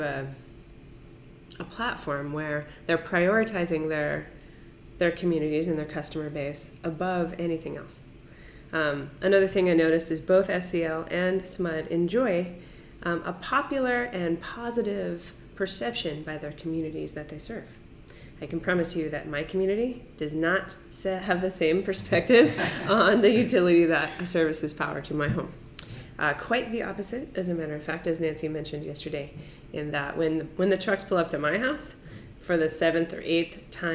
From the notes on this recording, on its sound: We are LIVE and in person.